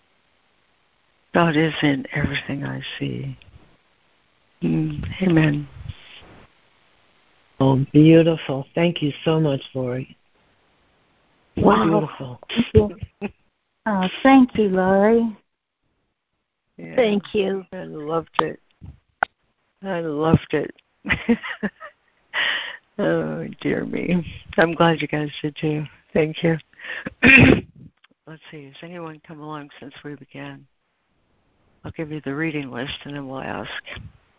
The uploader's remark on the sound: ACIM Daily Conference Call